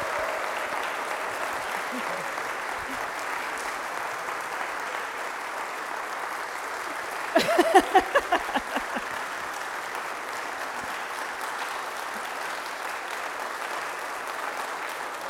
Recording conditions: large echoing room